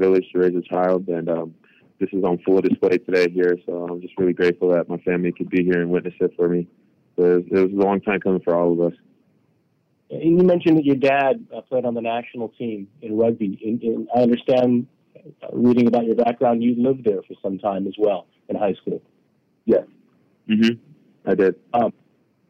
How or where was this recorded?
phone line